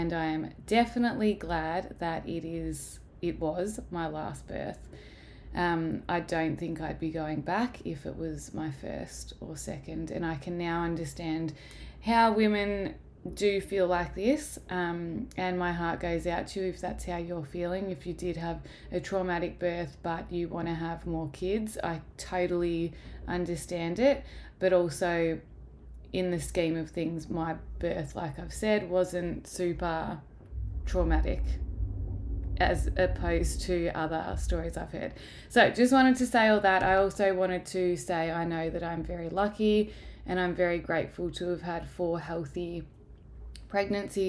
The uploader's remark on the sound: apologies for the background noise